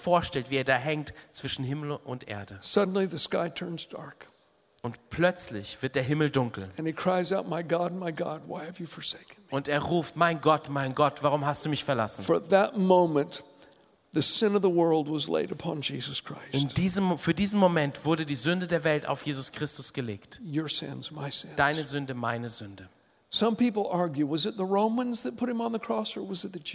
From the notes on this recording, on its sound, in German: aus unserem Gottesdienst